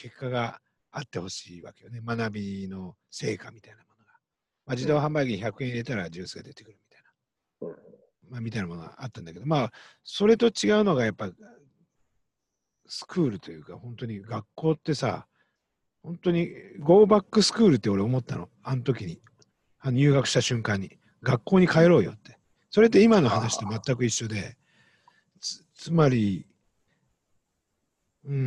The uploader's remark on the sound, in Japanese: 長野県を結ぶZOOM録音です。